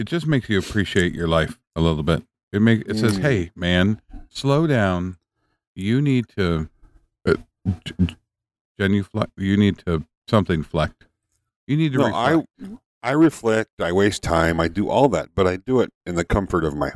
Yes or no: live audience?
no